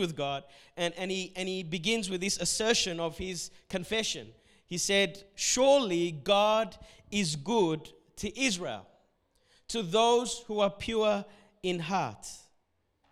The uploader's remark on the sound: Sunday Service preaching recorded on the 24th of November